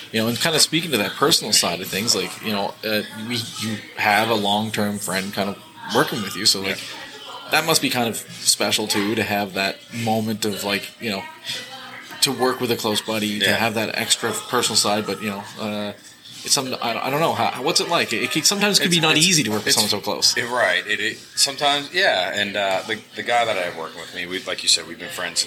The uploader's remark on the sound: Recorded at Serpent Brewing.